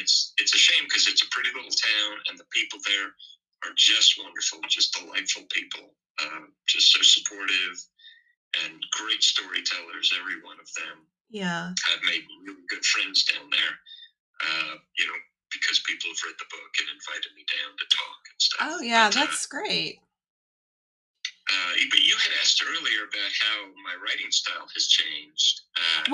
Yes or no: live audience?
no